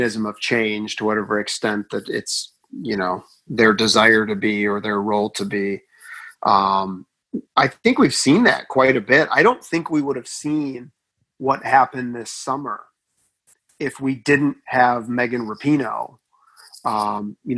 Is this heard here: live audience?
no